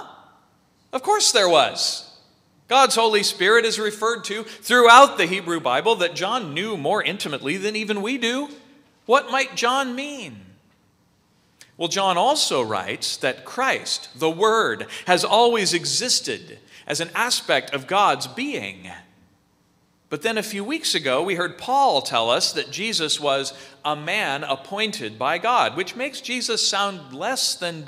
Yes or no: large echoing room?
yes